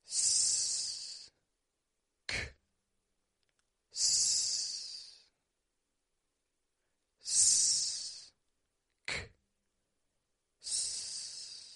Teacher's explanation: You make an S, you stop the airflow, you make a K, K, and then you make another S, S. Now we're going to put this into some words in slow motion.